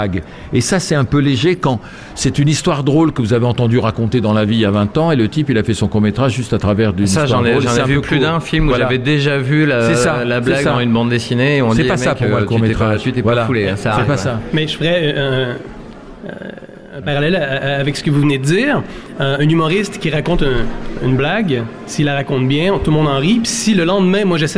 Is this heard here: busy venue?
yes